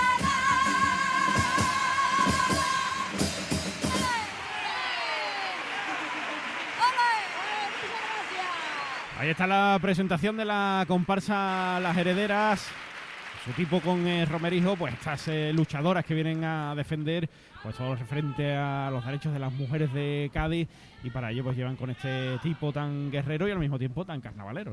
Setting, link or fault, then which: setting, live audience